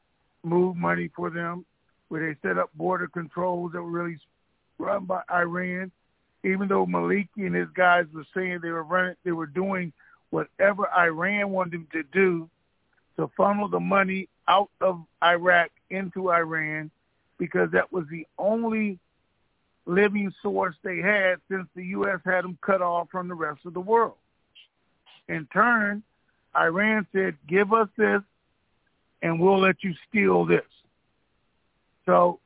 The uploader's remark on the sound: Conference Call